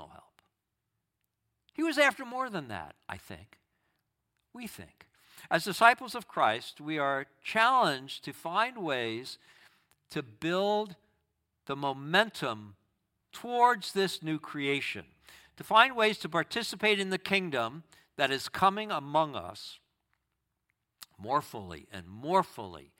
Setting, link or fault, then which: setting, large echoing room